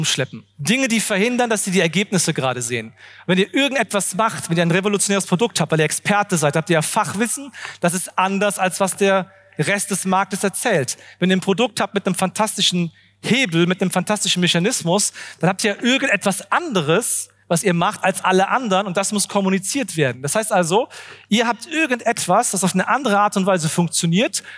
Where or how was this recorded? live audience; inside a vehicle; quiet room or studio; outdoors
live audience